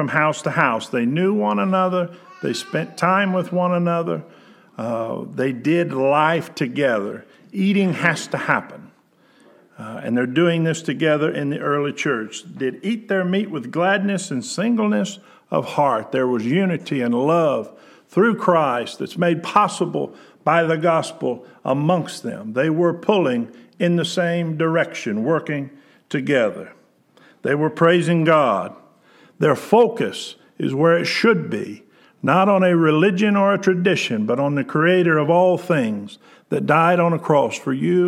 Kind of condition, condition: setting, large echoing room